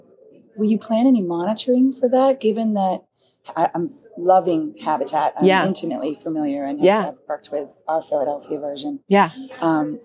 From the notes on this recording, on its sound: Special bonus episode recorded at the PhiusCon 2023. The Passive House Podcast at the Passive House Network Conference.